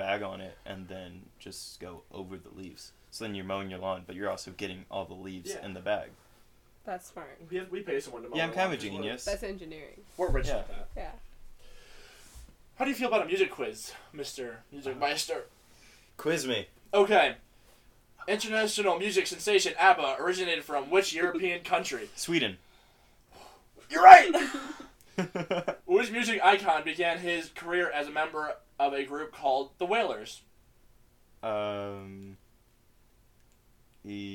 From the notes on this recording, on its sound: please bare with us with some audio difficulties we're still messing around with the mic